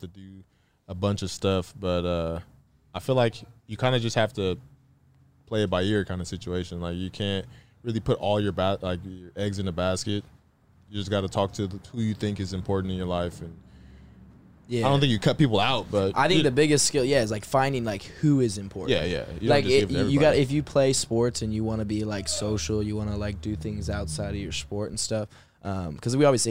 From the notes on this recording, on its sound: in the truck